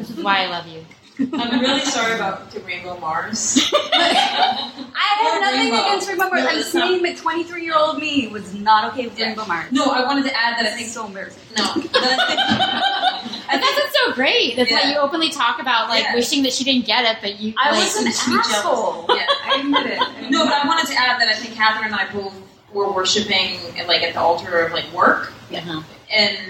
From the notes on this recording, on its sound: Recording was from a live show in NYC where ticket purchases benefited anti-bullying & LGBTQ with elementary school-aged kids.